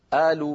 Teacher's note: بلاد الشام وبلاد مصر يقلبون القاف همزة